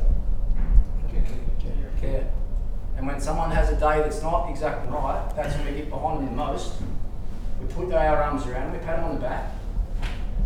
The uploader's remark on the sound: Dressing Room Speech. Recordings of his post-match speeches.